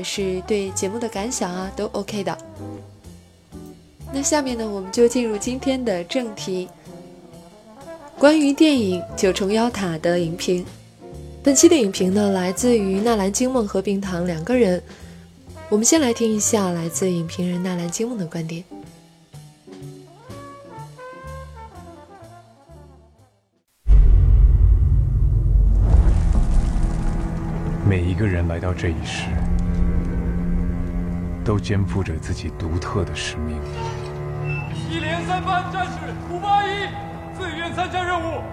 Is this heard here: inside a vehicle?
no